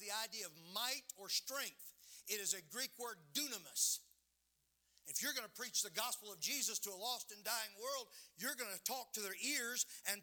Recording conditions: large echoing room